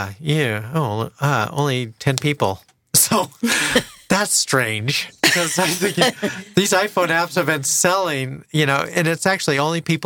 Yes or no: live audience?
no